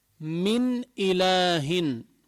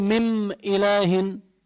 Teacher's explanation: ما بطلع غنة ولا بقلبها ميم · Shown in: first take · بقول مم إله كمان لا، ولا بضغمها بالهمزة مئ إله بقول لا، إنما تلفظ واضحة من إله. · Term: إظهار